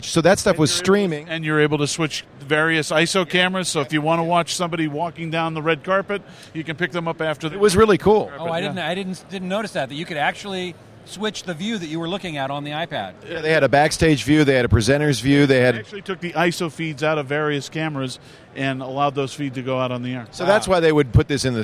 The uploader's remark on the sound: Live from NAB